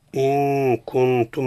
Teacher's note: النون عند التاء كذلك أيضا الإخفاء مع الغنة · النون عند الكاف حكمها الإخفاء بغنة